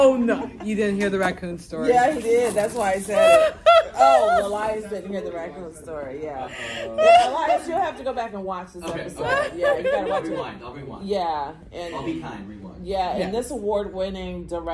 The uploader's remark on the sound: Houston Horror Film Fest 2023. We did a live show at Houston Horror Film Festival with live audience interaction.